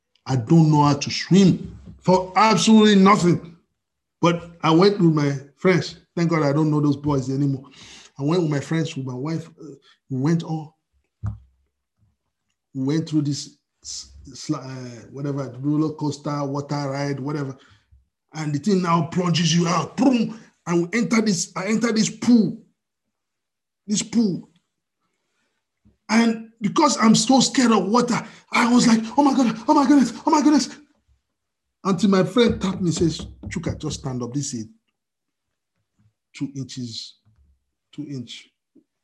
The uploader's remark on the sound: We are on Zoom now.